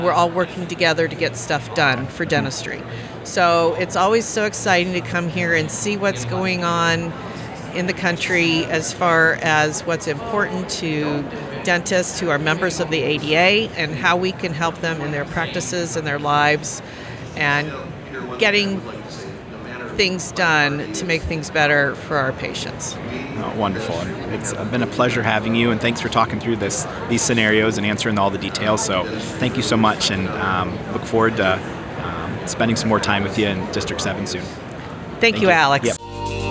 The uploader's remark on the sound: live from Smilecon.